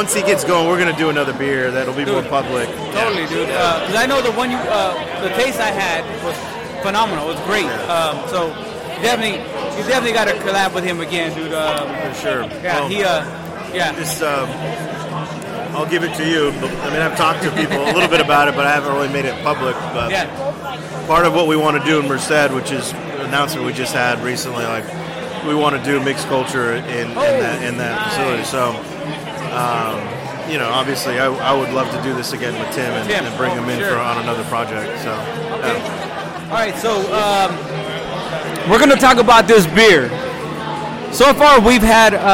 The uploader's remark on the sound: At Shady Oak Barrel House in Santa Rosa, CA for San Francisco Beer Week. Recorded at Shady Oak Barrel House in Santa Rosa, CA in February, 2019.